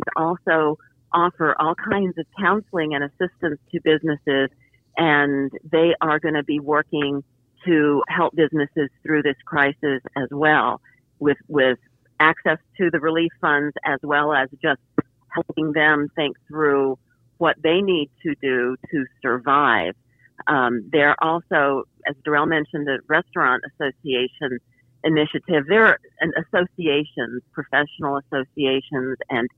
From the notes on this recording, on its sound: Talks by phone.